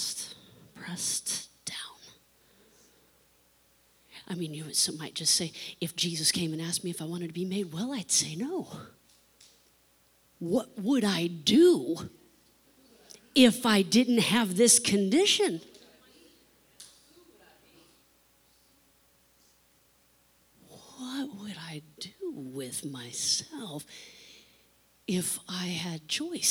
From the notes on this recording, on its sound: Spirit Service. Sometimes we flow with the Spirit during services but still like to keep the recording in case words were spoken that are meaningful to those in attendance.